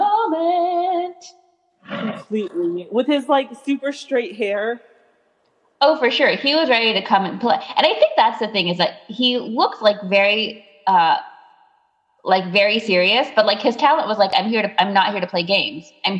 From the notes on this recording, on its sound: We would apologize for the technical glitches.